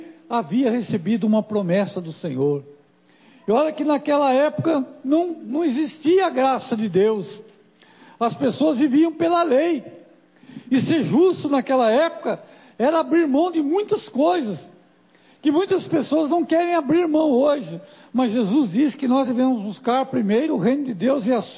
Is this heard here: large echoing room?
yes